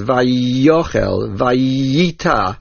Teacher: you should give more of an emphasis, sort of a doubling of the sound of the Yud · Term: Dagesh Chazak